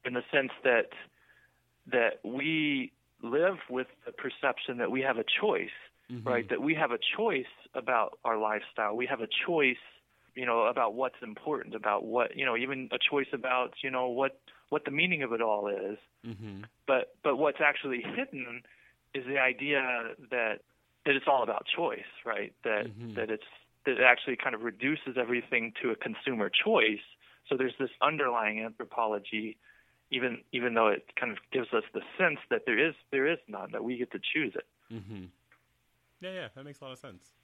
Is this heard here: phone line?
yes